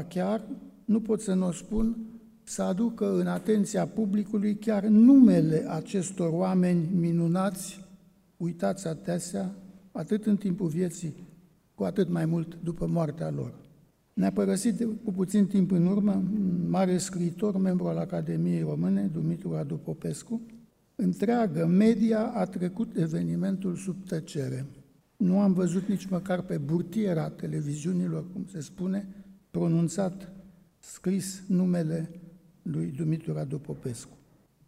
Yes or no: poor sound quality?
no